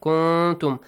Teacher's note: After nun sakin, we have ta. Ikhfa. Hide the sound.